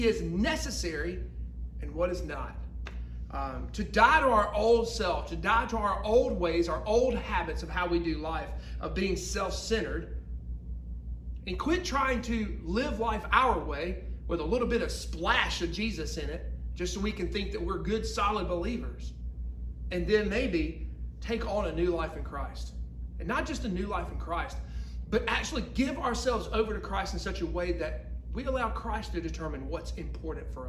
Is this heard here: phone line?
no